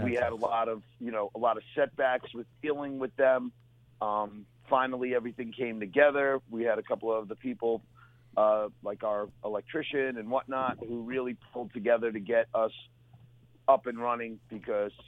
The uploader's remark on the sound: Neck of the Woods Brewery calls. Into the studio.